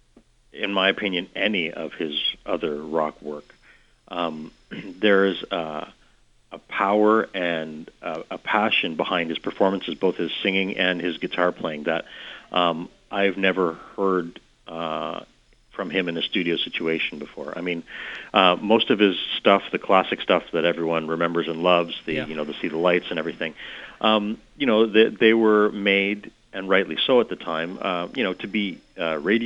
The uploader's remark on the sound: on the phone